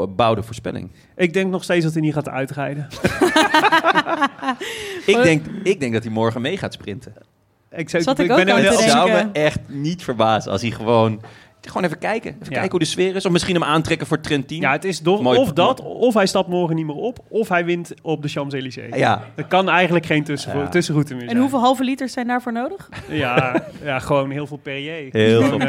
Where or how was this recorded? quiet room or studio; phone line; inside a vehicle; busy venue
busy venue